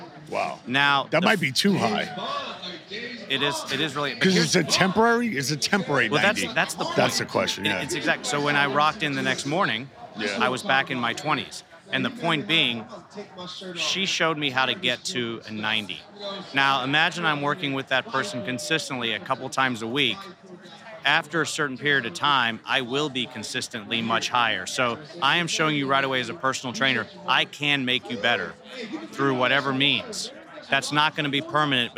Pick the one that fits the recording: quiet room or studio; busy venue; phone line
busy venue